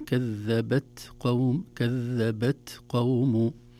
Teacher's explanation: التاء حرف شديد لكنه فيه همس، وهمس الحرف الشديد لا يطول زمنه بل يكون في مخرج الحرف، خاصة في نهاية مخرج الحرف.